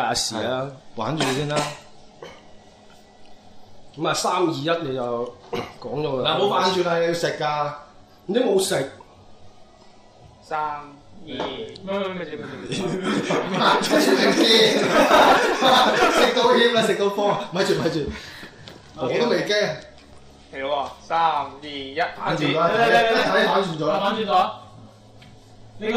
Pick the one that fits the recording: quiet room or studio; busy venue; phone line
busy venue